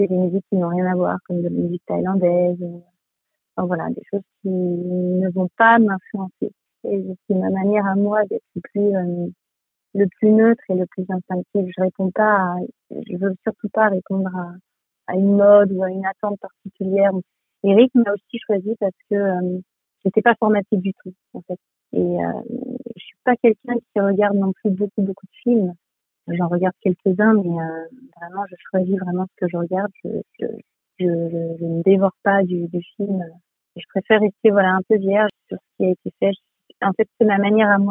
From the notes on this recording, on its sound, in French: Par téléphone.